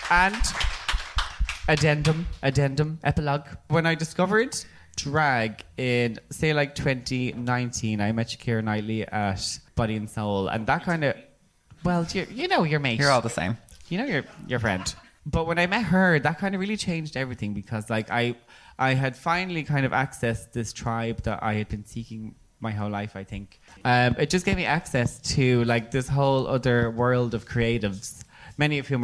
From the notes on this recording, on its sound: At my third live show. In front of a lively crowd of predrinkers.